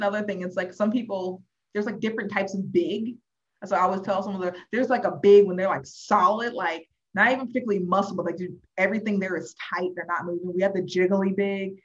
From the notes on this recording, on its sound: Mic dropped from interview, you audio is from back up mic